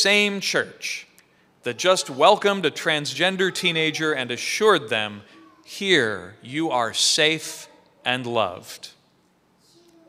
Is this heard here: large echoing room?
yes